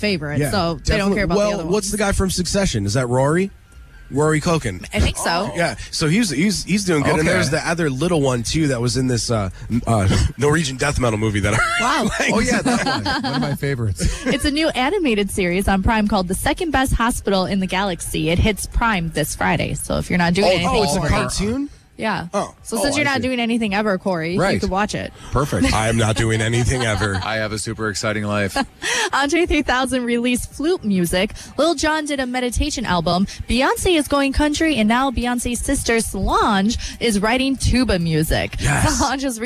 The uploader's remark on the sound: LIVE from Give Big Green Bay at JTV!